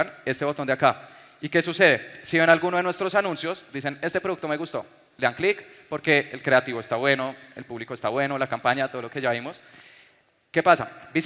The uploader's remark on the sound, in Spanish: te comparto la grabación de una conferencia que di en Medellín el 8 de octubre del 2022